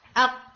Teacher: अक बोलते हुए भी आपको फील होता है कि ये जो है ये डीपेस्ट पार्ट ऑफ टंग से आ रहा है, ठीक है। यानी ये क्लियर डिस्टिंक्ट मखारिज हैं जो किसी स्पेसिफिक पॉइंट से आ रहे होते हैं।